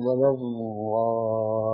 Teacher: فهي ضاد الرخوة يقترن معها الاستطالة، بحيث لو أراد الإنسان أن يمد نفسه بضاد ولا الضالين لا استطاع خلافا للضاد الشامية فإنه ينقطع وينصدم. · Term: الضاد العربية الصحيحة